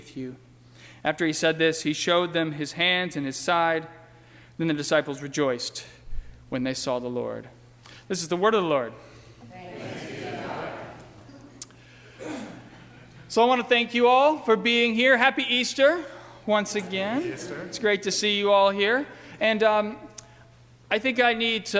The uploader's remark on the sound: during the 11:00 AM Good Friday service on Sunday April 1, 2018 at First Presbyterian Church of Arlington Heights, Illinois.